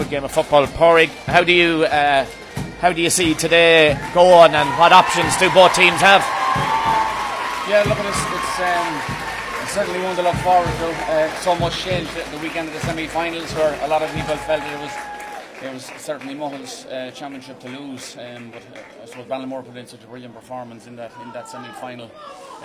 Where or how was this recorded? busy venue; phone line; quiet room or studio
busy venue